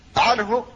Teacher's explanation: فهذه كلها مظهرة، أي تثبت النون وتثبت غنتها · Term: الإظهار